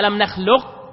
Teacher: فأدغمت القاف في الكاف على قول، وفي قراءة قول أيضا بعدم يعني الإدغام نوعين هنا، منهم من قال أنه كامل ومنهم قال ناقص، يعني الإدغام إما أن تقول ألم نخلقكم كامل نخلقكم أو نخلقكم ناقص، فهذا كله وارد كله مروي. · Term: إدغام متقاربين